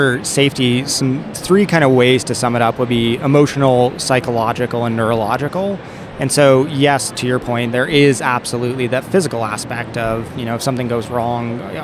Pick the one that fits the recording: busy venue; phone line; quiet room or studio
busy venue